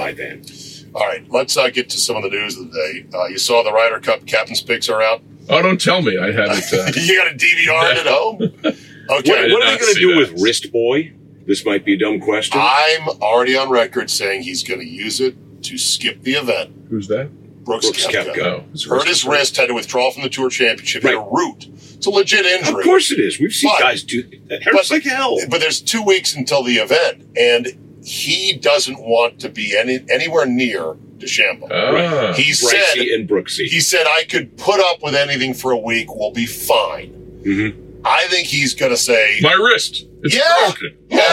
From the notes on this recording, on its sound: In the van. The Rodecast recorder crashed and lost power. Sub-optimal camera audio exists and was saved!